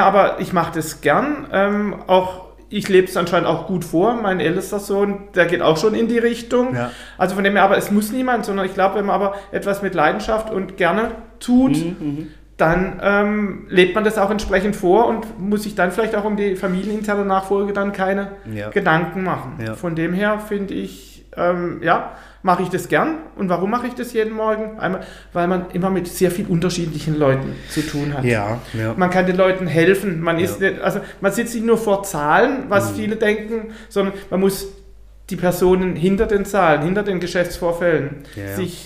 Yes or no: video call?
no